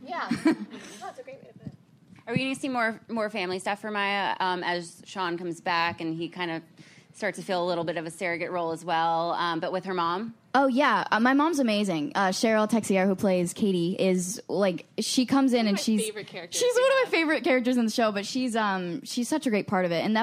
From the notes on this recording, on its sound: Recorded at ATX Television Fest in June 2015.